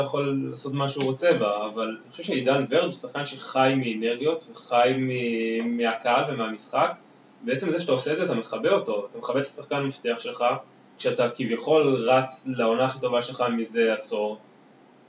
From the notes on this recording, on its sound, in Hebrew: האחראי סאונד הקבוע של הפודקאסט נעדר אז תסלחו לנו על הירידה החד פעמית באיכות הסאונד.